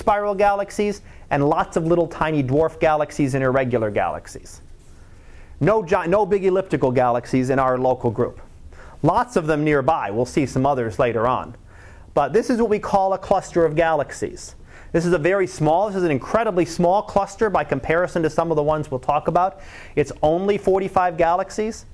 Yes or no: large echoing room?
yes